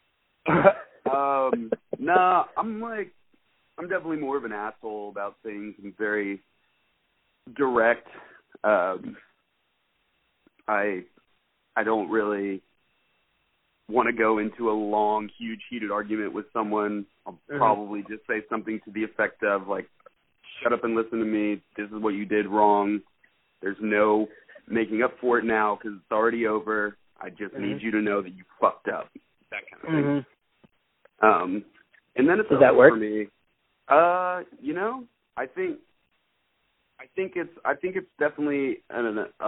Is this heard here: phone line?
yes